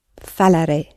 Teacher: this is a feature of the future tense in Portuguese, that the re and the other forms that we're going to learn shortly are stressed. So you hit the ending in the future.